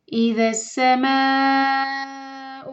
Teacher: ما چار حرکہ لمبا کریں گے، مد متصل ہے